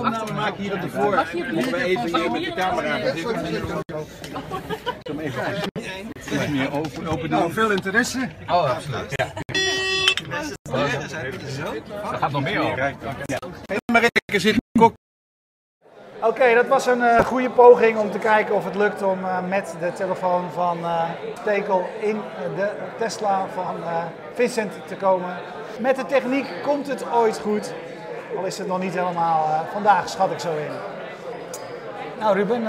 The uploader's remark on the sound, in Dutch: een uitzending met publiek!